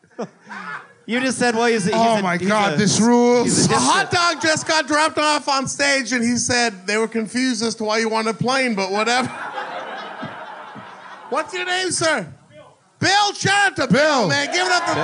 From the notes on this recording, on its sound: This was recorded live at The Hideout in Chicago.